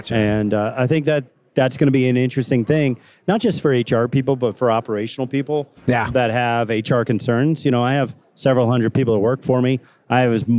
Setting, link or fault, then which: setting, busy venue